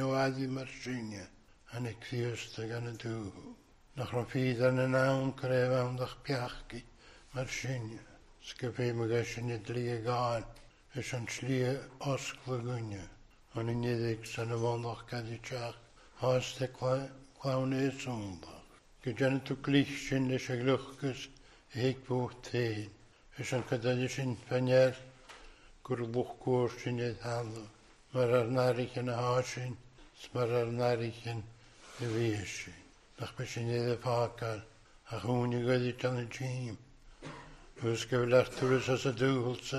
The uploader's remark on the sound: Recorded at North Harris Free Church, on the evening of Sunday 21st August 2022.